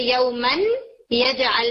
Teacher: جیسے یومن یجعل میں جب من اس نون کا ادغام ہوگا آگے والے یا میں تو آپ کو یا کے ساتھ نون کی غنہ کی آواز سنائی دے گی، کیونکہ یا میں تو غنہ نہیں ہوتا نا، اس لیے جو غنہ کی آواز اب آپ کو آ رہی ہے وہ نون کی ہے، یومن یجعل. · Term: ادغام بغنہ